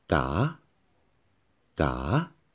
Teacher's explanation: Okay, and the next tone, which is the final tone, is called the rising tone, or someone called the valley tone, because the tone dips down and then rise up.